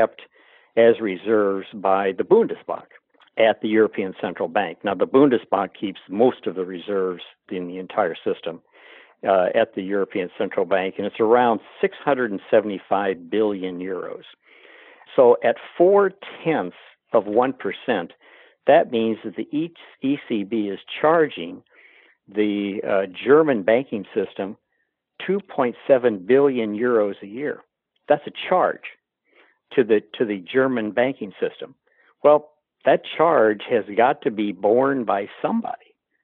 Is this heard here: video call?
no